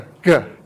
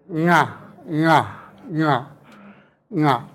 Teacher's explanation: It's really just a nasalized version of the stop G. · Shown in: second take